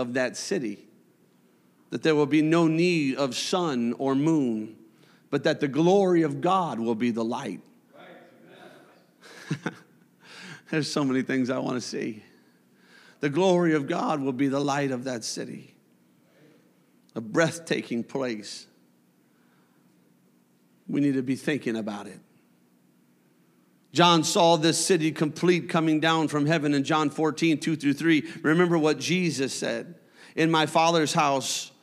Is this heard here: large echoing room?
yes